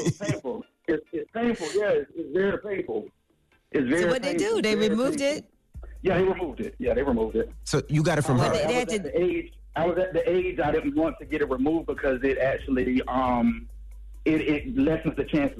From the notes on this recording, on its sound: Today on the show we opened up the phone lines. We opened up the phone lines to here some of our listeners stories.